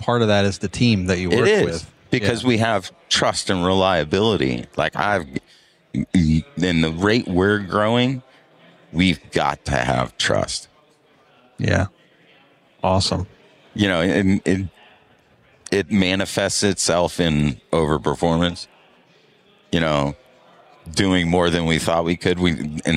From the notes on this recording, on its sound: LIVE from Pod-Row at Synkd LIVE 2024 in Atlanta.